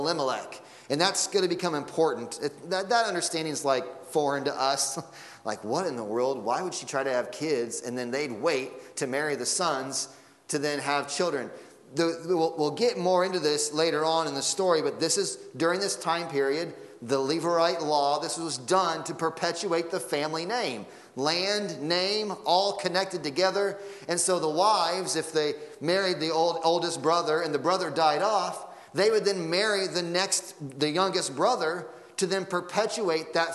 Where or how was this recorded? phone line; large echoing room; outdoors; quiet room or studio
large echoing room